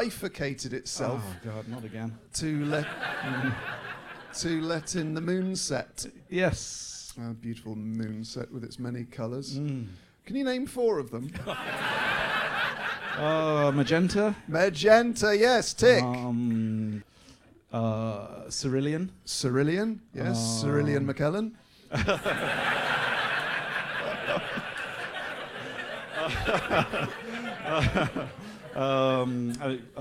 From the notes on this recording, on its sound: in front of an ACTUAL live audience